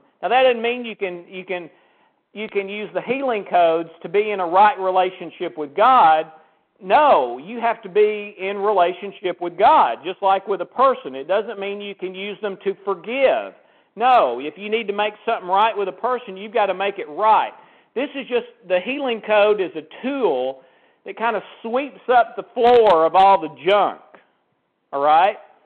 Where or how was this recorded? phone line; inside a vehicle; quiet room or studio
phone line